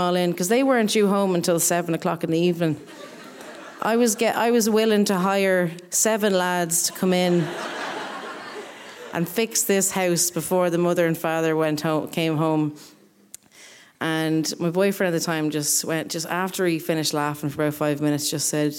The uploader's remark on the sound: Recorded live at The Abbey Theatre.